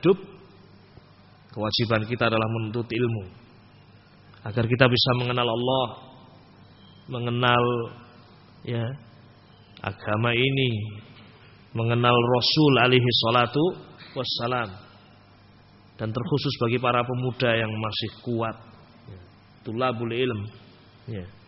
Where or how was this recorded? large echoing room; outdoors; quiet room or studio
large echoing room